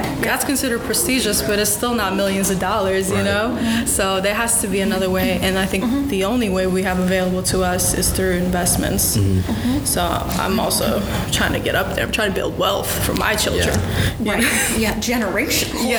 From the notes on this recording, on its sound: Live from the 2019 TRIO Fall Conference